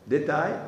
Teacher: la palatalizzazione della L finale